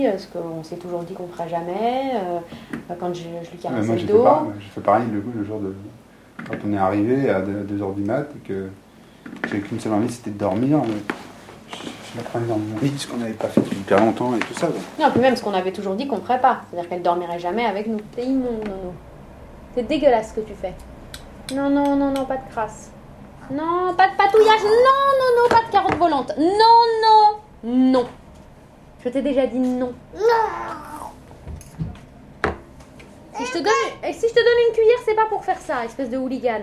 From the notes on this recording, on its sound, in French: Enregistre les sons de sa vie quotidienne avec son bébé. Elle tient sur ARTE Radio le journal de ses joies, de ses doutes, de cet amour en marche.